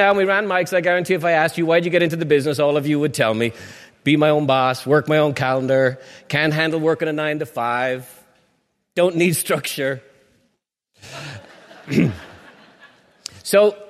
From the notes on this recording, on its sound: Part of a live recording from The Peak Experience.